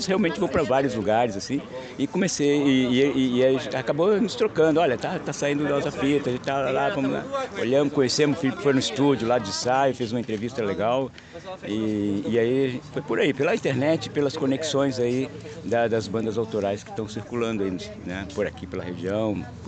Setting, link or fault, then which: setting, busy venue